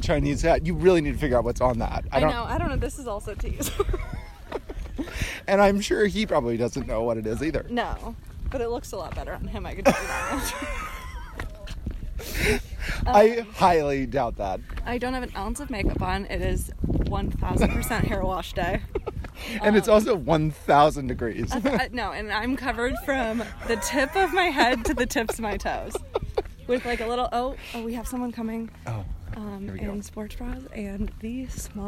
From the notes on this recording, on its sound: went to Runyon Canyon Park for a random hike and decided to record voice memos while they worked out